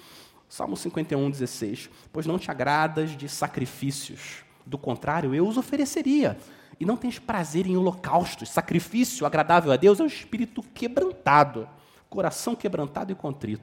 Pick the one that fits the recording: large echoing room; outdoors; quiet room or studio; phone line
large echoing room